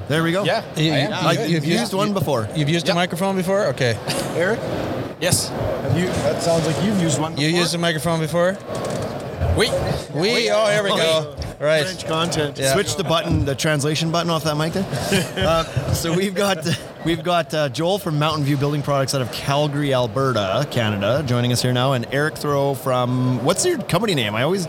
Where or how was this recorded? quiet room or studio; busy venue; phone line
busy venue